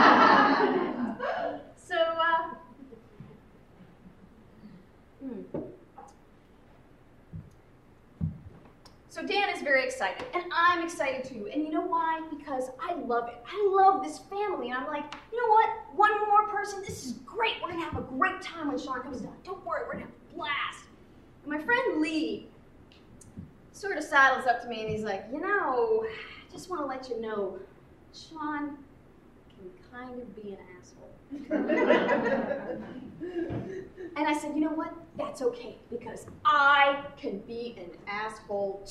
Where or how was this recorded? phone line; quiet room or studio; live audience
live audience